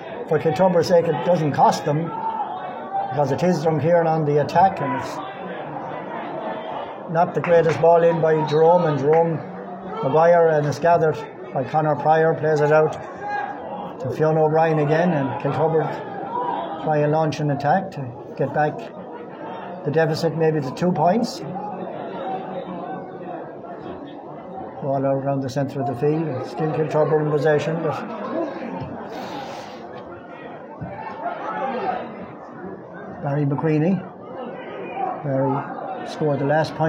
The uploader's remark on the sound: Live commentary of first half